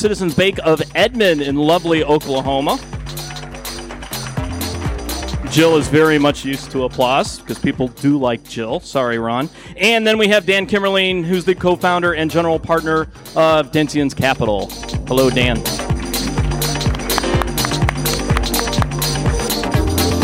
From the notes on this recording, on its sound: Today's insights show comes to you live from Money20/20 in Las Vegas at the Leadership Loft.